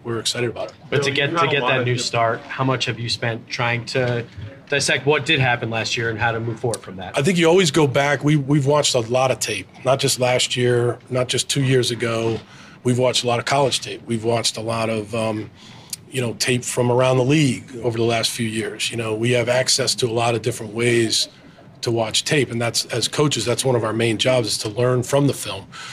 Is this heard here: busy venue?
yes